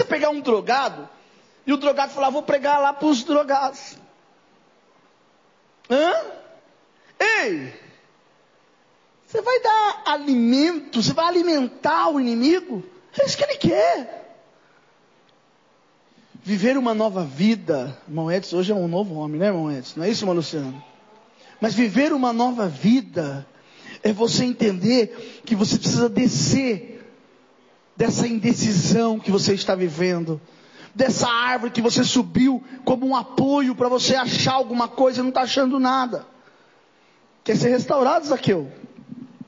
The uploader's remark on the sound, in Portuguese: Culto de Causas Impossíveis.